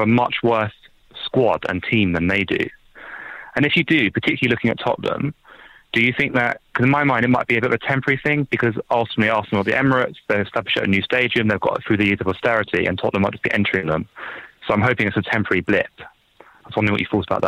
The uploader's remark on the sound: Telephone calls (and some Skype calls too). Today's show is a call-in show, recorded last night. I answered calls at random.